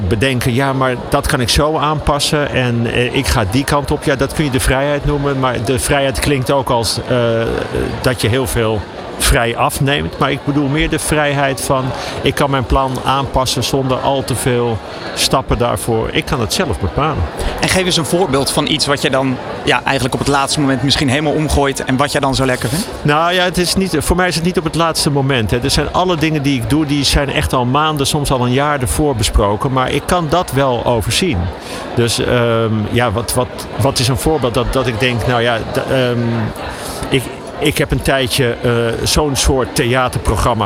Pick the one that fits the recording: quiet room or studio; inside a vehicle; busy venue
busy venue